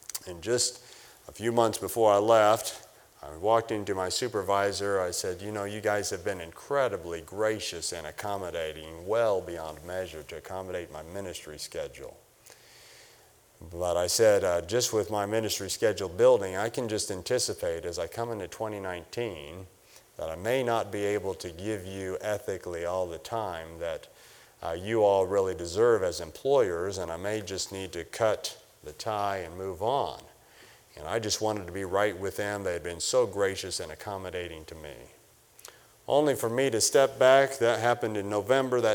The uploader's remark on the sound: For the 2021 Spiritual Awakening Conference from the chapel platform of Baptist College of Ministry.